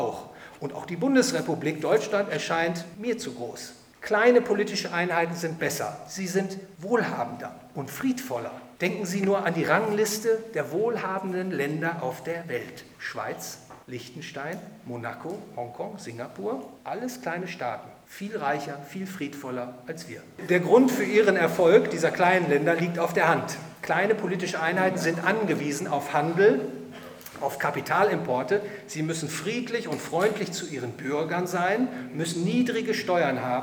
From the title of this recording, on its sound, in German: Vortrag beim Hayek-Verein Dresden